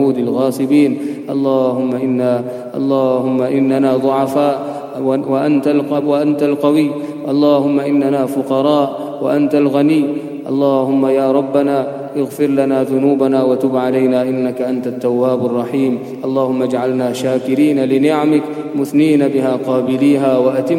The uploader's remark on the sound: At the Houghton Masjid (West Street).